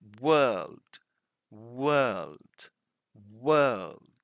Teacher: In British English, we don't pronounce the R.